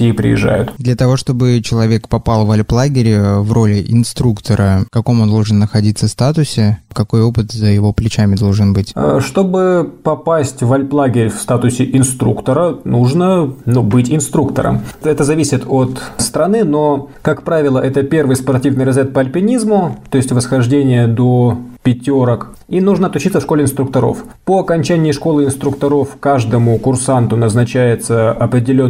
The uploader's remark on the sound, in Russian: В условиях, когда доступ в студию ограничен, мы записываем подкасты всеми возможными способами. В этот раз позвонили по телефону в Алматы. Который сейчас работает в лагере Туюк-Су в Казахстанских горах.